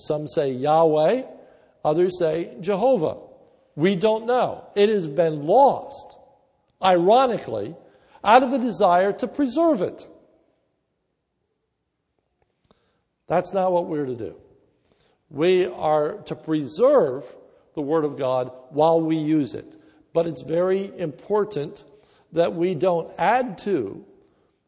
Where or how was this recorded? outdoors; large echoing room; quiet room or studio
large echoing room